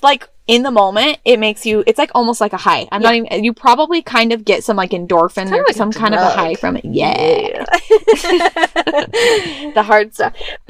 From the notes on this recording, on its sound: Yep, we really record in our van!